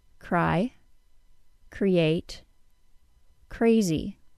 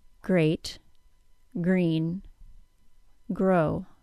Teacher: The R sound begins at the same time as the air is released, and the puff of air is bigger for the unvoiced K sound than for the voiced G sound.